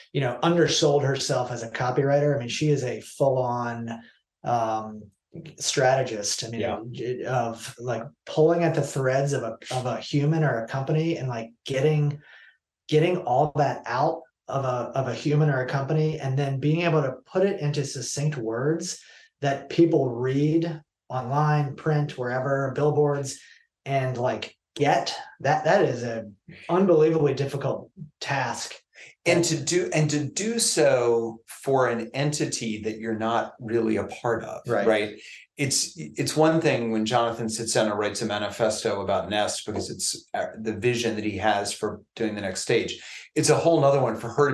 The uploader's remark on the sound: We were zooming from Nest’s new office space this week!